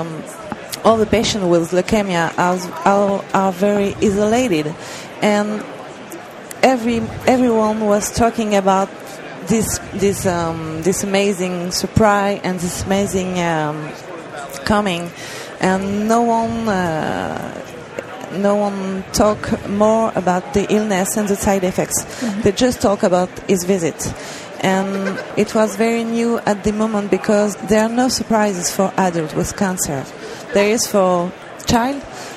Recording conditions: busy venue